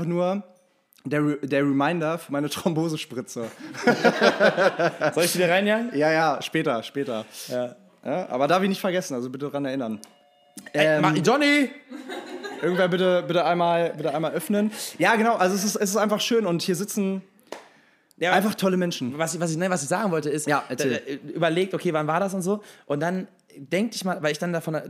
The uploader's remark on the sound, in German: Ein besonderes Aufeinandertreffen unserer geschätzten Podcast-Community und eine zeitlose Live-Aufnahme